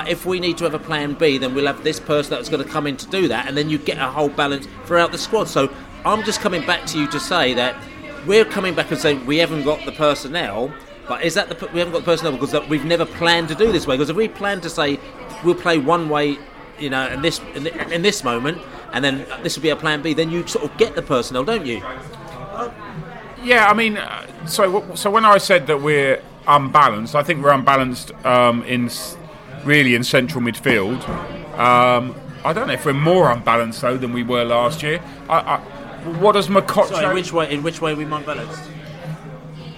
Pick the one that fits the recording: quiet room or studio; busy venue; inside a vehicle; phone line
busy venue